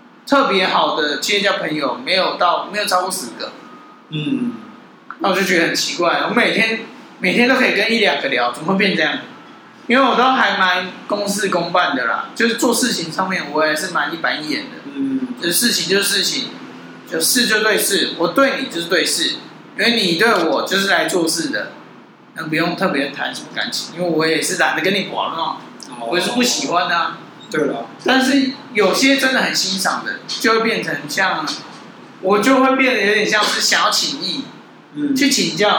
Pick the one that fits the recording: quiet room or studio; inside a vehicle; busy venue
busy venue